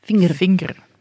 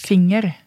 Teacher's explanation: Vi har lagt inn en E. Det er faktisk en svarabakti-vokal. · Shown in: second take